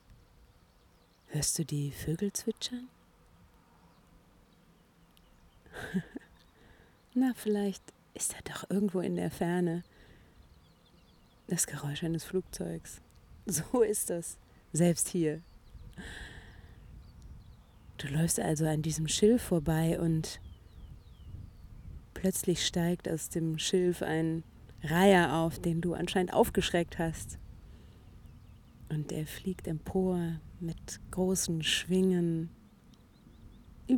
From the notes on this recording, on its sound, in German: Kleine Flucht auf einen Frühlingsspaziergang (Uckermark II). Und stell Dir vor, es ist die erste Episode, die ich im Freien aufgenommen habe. Alle Hintergrundgeräusche von Vögeln und leider auch einem Flugzeug ; sind echt. Sie lassen Dich voll eintauchen in die frühlingshafte Uckermark auf einem Spaziergang, der direkt hinter dem schönen Ferienhaus "Studio Uckermark" losgeht.